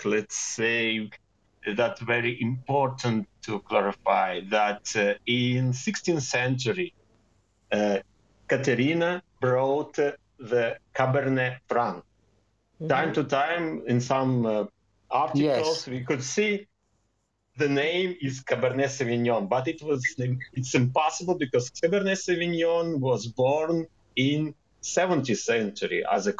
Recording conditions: video call